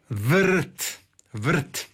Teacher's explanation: Dakle, mi kad kažemo vrt, vrt, onda je tu taj E je onaj koji nosi zapravo slog, ali kako je on vezan uz izgovor glasa R, onda kažemo da je R slogotvorno.